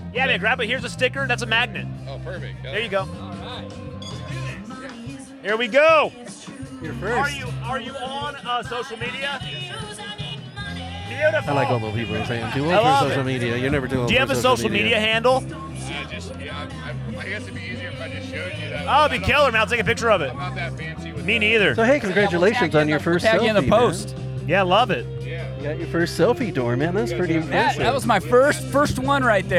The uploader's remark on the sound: Not a normal episode - This cast goes live from Shaver Lake Brewfest. Join us behind the booth!